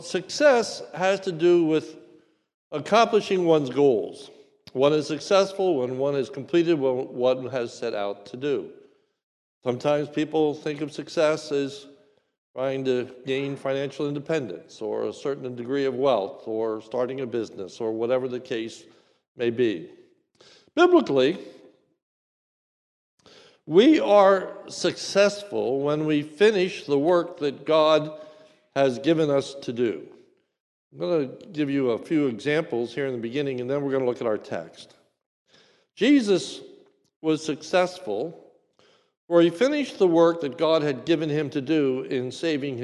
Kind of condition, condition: setting, large echoing room